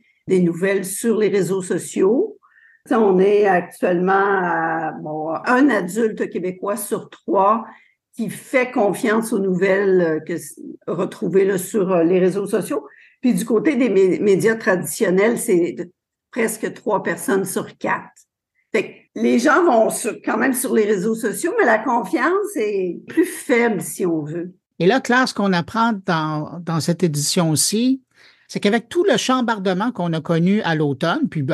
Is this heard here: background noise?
no